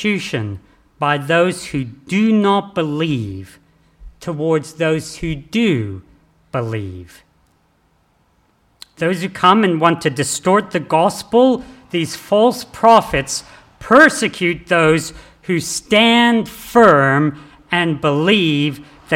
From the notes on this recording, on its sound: This sermon was preached on the 10th of December 2023 at all services of Helensburgh and Stanwell Park Anglican Church.